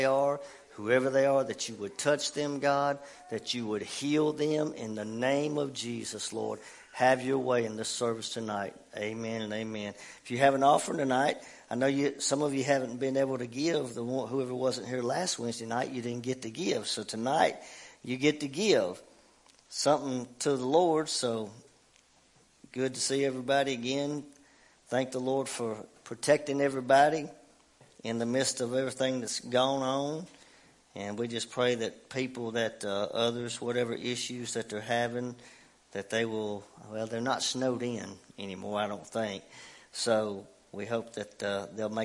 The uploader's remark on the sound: WELCOME TO OUR LIVE SERVICE. Family Worship Center in Athens Tennessee. To stream our music live over the internet.